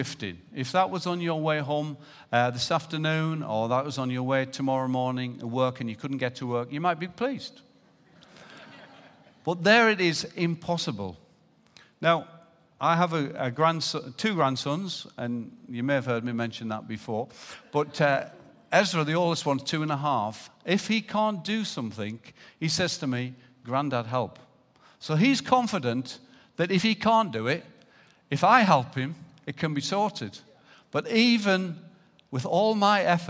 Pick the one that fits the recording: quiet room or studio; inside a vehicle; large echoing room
large echoing room